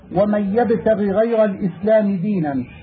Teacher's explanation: يجب تبيين الغين إذا تكررت نحو ومن يبتغي غير الإسلام دينا خوف الإدغام أو الإخفاء لاجتماع المثلين